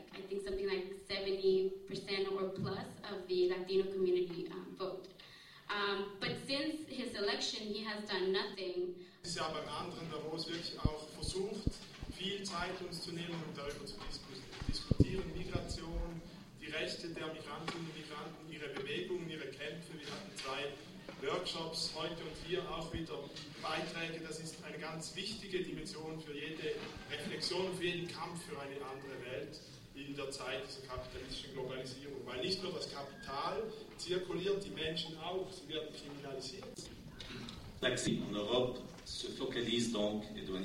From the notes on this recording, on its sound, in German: Der Gegengipfel von attac Schweiz zum Weltwirtschaftsforum fand am 29.und 30.01.2010 an der Uni Basel statt. Der Beitrag ist im wesentlichen ein Live Mitschnitt der Abschluss-Konferenz.